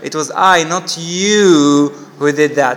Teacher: I put the tone on you in order to add a certain meaning to that word. · Term: accentual